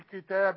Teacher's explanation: وإذا وقفت على كلمة كتاب قلقلت الباء في عموم المصحف، اذا وقفت عليها تقول كتاب، ما قلش كتاب، كتاب.